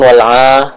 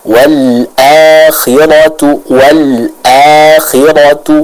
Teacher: harus disempurnakan pengucapan hamzahnya dari tenggorokan bagian bawah · Shown in: second take · wal akhiratu wal akhiratu seperti itu.